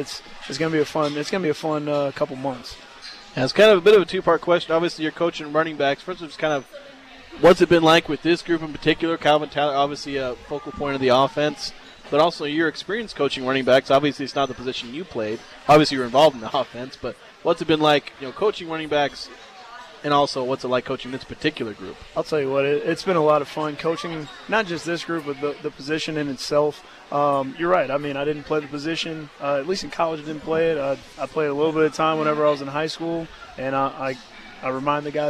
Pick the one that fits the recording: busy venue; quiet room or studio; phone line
busy venue